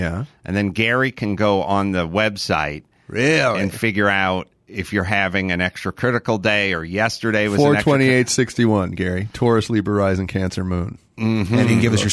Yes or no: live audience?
no